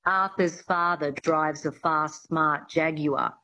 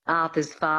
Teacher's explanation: getting that reduction of the mouth and the lips, the sound falling back into the throat, the flatness of the Australian accent